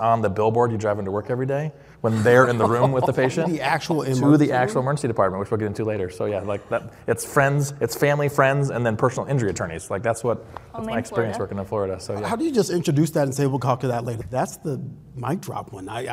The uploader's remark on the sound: This episode was recorded in front of a LIVE audience at the ACOEP's Spring Seminar this past April in Arizona.